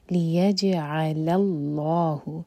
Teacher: جیم پر سکون ہے تو جیم کو ہم باؤنس کریں گے یعنی کہ قلقلہ کریں گے